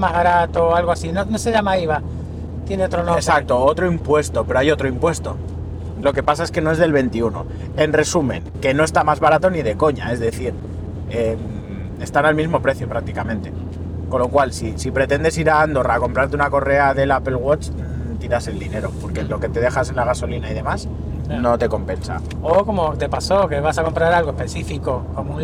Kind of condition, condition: setting, inside a vehicle